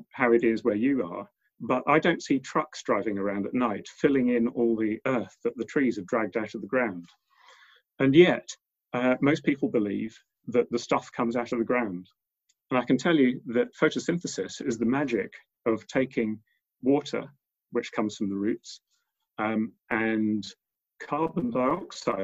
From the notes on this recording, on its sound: Recorded at the 5x15 zoom online event on 20th April, 2020.